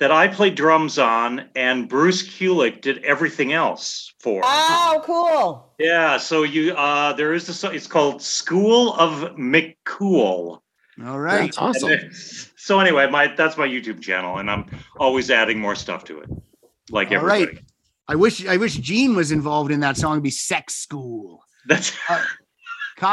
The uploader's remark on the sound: Are together in the Zoom Room.